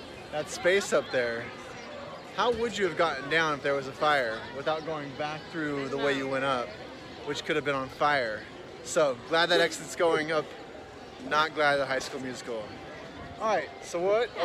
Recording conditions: busy venue